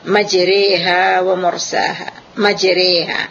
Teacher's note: Dan bukan pula baca yi majriha, tidak, tetapi adalah imalah. Condong dia ke antara alif dengan ya, atau antara fathah dengan kasrah.